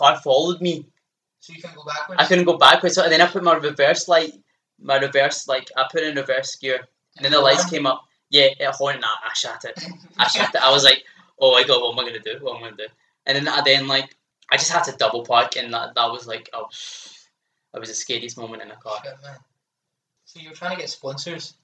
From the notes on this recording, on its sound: Sorry for the audio quality of this episode.